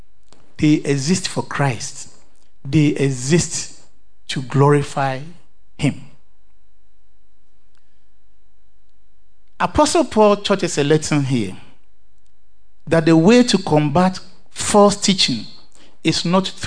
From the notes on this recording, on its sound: Sermon preached at CBC Shiashie Campus